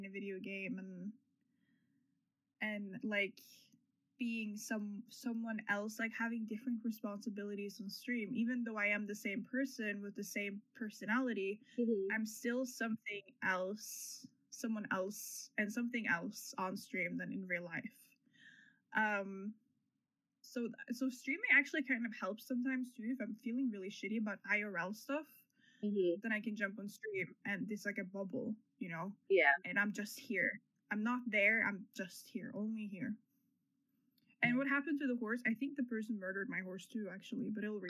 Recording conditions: poor microphone